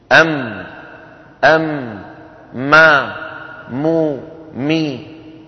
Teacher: بانطباق الشفتين، ويصاحب ذلك غنة من الخيشوم · Term: الميم